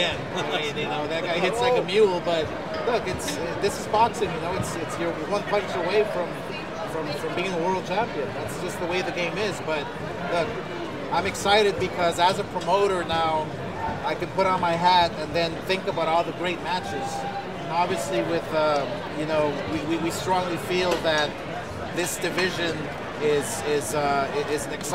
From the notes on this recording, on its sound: Post Press Conference. Full Post Fight Press Conference.